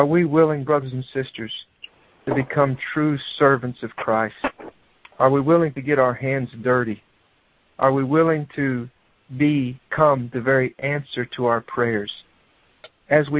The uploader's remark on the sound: He reads this message on a prayer revival conference call.